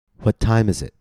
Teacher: notice how the T in it, IT, was not aspirated. This is because that T did not occur at the beginning of a stressed syllable.